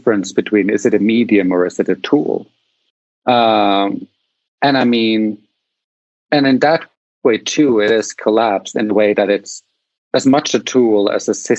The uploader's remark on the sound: We met up. From the failures, errors, glitches and outtakes from our conversation here.